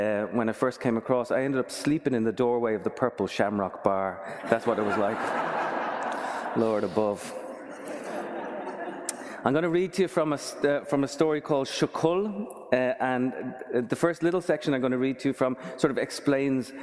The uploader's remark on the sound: From the 2015 Boston Book Festival, October 24, 2015.